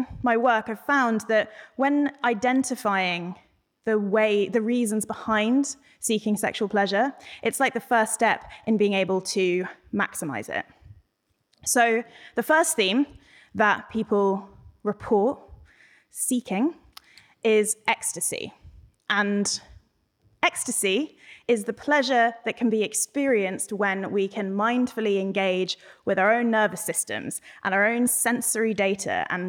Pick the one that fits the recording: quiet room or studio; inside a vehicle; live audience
live audience